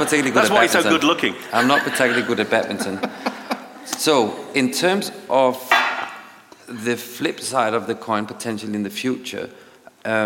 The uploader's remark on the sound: Recorded live from the launch event.